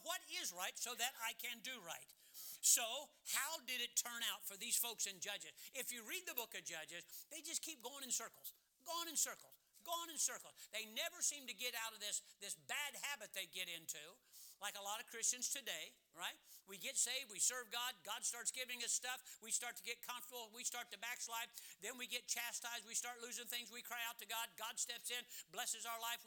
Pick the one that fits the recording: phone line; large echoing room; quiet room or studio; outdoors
large echoing room